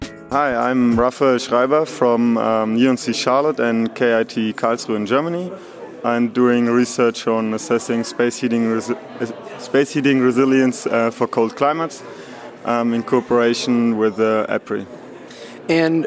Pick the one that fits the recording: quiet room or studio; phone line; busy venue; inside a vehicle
busy venue